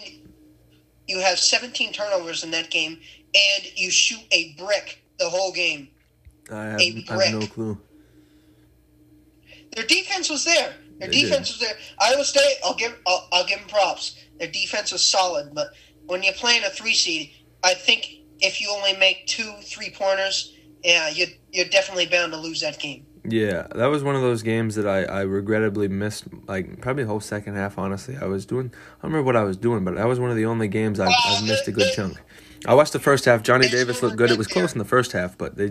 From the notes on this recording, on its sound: Working through multiple technical difficulties